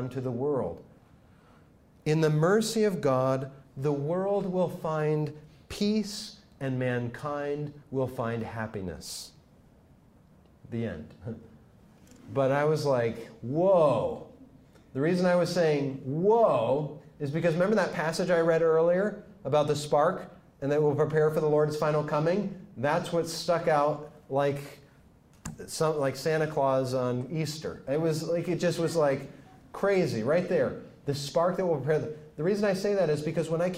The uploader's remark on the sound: Speaks to Franciscan University students.